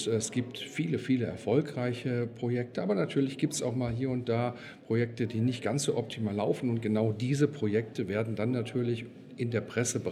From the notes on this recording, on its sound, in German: Im Interview auf dem Congress der Controller 2019.